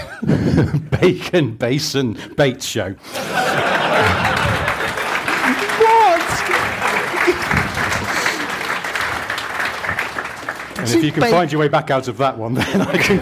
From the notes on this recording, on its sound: Live from Stellantis. Record in front of an audience at Stellantis HQ in Coventry. Big up the Stellantis crew for hosting us.